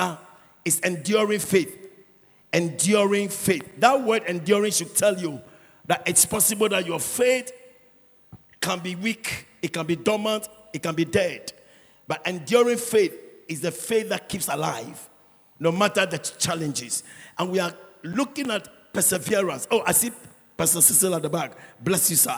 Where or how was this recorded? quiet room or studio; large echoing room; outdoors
large echoing room